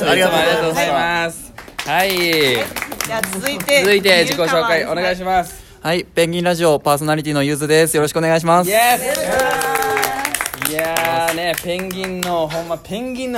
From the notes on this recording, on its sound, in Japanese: 公開収録。From Radiotalk。